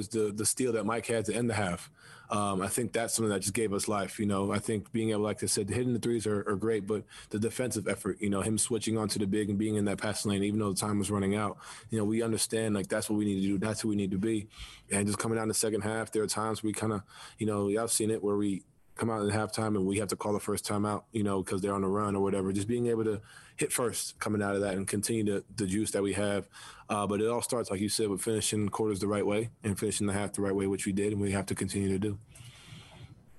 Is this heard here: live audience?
no